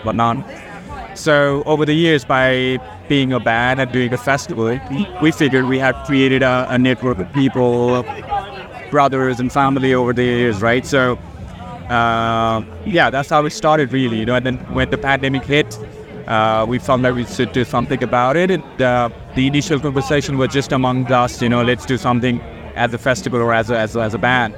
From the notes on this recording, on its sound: Live from 2000 Trees 2023.